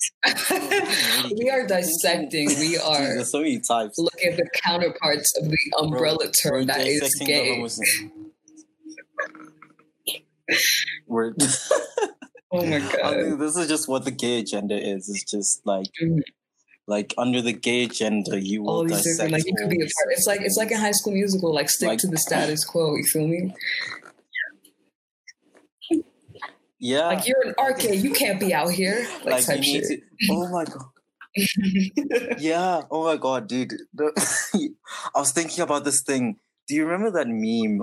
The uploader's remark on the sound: The audio quality on this episode is a bit lower than usual due to a tech issue.